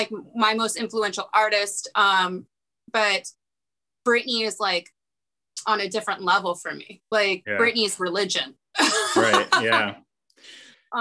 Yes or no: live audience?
no